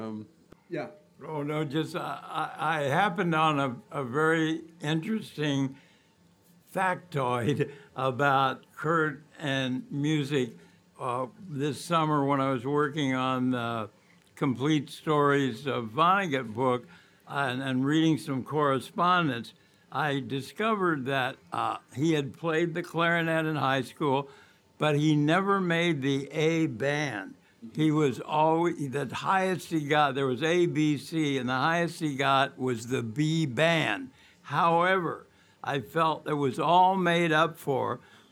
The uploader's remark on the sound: Recorded live at the legendary Red Key Tavern, January 2, 2017.